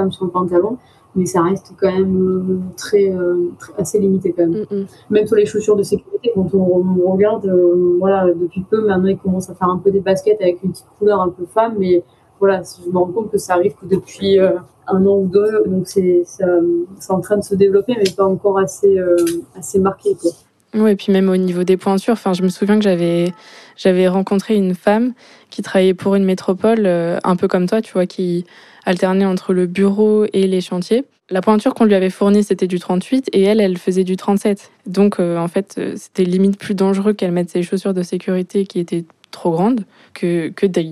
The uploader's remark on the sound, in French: On s'est donc donné rendez-vous en visio